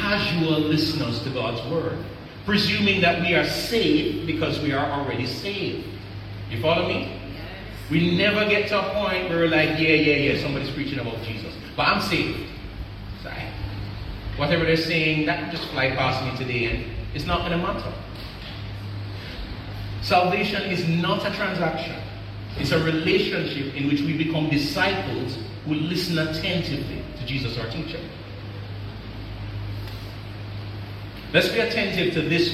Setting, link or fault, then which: setting, large echoing room